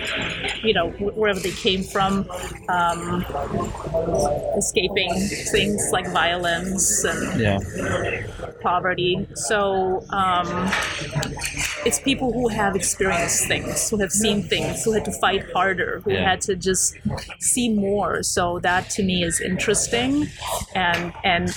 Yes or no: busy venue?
yes